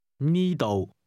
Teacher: with a high level followed by a low level tone